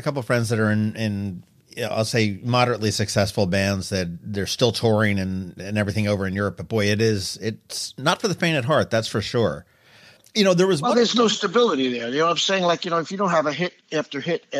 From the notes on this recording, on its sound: joined me on the phone